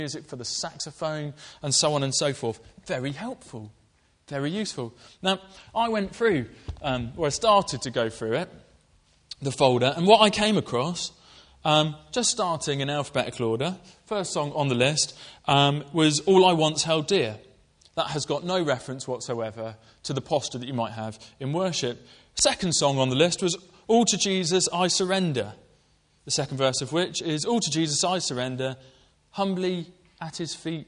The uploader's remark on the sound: Preached at Colchester Road Baptist Church, Ipswich